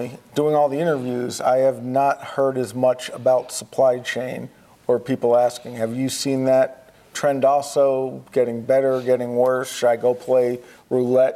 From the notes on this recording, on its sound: Live From InfoComm 2022. We are live in Las Vegas for InfoComm 2022.